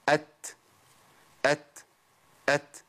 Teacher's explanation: طيب مع الكاف والتاء أنا عندي انقطاع صوت، بس عندي نفس هو اللي بيحرك. الضعف اللي في الهمس او صفه الهمس الضعيفه هي اللي بتخرج لي الحرف، فاقول ات ات ات.